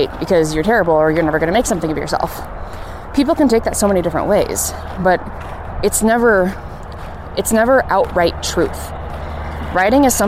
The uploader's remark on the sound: Please forgive all the traffic sounds! I was coming down the south side of Waterworks Hill in Missoula, which is right by I-90.